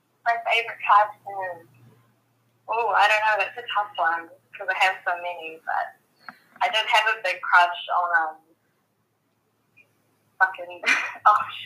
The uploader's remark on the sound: Eavesdrop on my phone call. The audio quality is low.